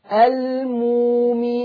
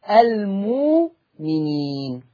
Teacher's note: ثاني حاجة بقول وهكذا في لفظ المؤمنين، هيجي لنا برضو نفس اللفظة المؤمنين، هتقرأ المؤمنين، برضو هتبدل الهمزة الساكنة بواو مدية